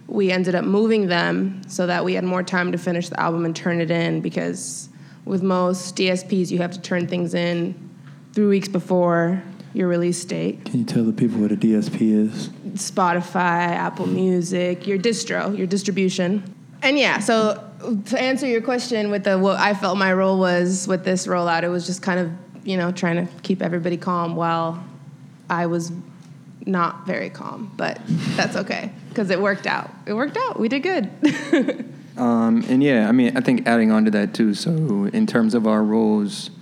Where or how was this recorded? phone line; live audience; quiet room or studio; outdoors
live audience